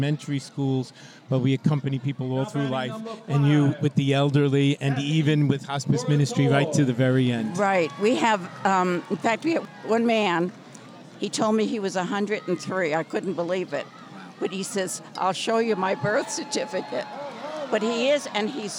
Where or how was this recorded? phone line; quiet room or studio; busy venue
busy venue